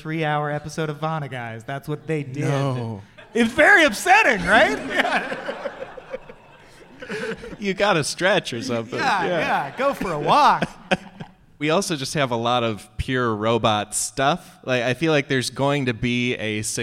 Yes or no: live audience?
yes